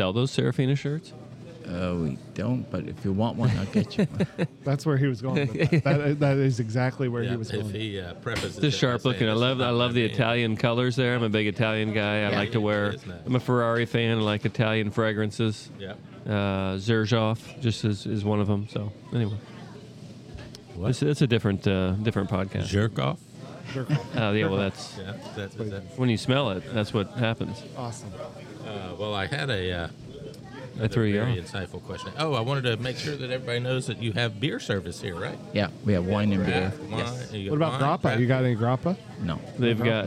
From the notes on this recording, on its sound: Recorded at the bustling Serafina's Pizzeria